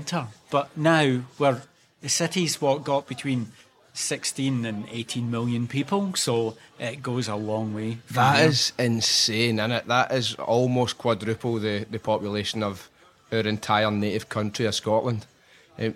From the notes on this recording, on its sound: Recorded in a cafe in the heart of Istanbul.